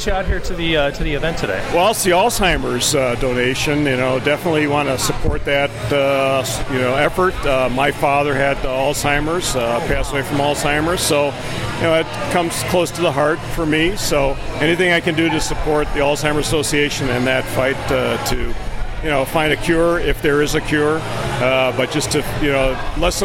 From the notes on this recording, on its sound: Live From 2016 Brew Up Some Memories Event